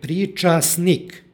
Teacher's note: imamo suglasničku grupu STN koja se sažima i iz izgovora ispada suglasnik T